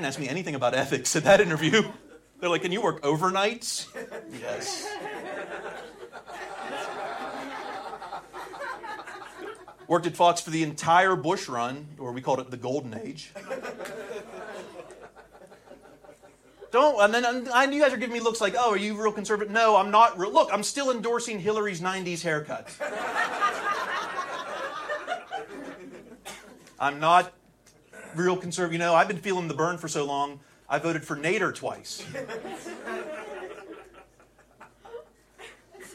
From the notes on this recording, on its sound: Recorded at Flappers Comedy Club in Burbank, CA